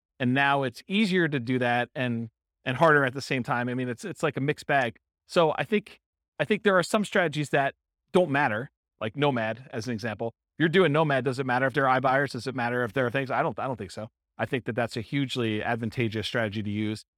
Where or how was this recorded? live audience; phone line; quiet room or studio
live audience